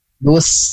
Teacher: Dus. Nah, karena ada tasdid pada huruf sinnya, jadi huruf lamnya dilewat, dilebur ya. Dus, jadi langsung pada huruf sin, huruf lamnya dilewat. · Term: alif lam syamsiah